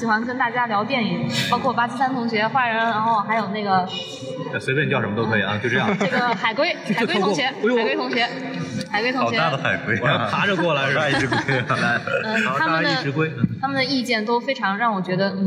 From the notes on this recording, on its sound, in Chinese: 本节目为影展现场录制，音质草率请注意收听。在平遥电影宫的现场给大家录了一期简单的节目。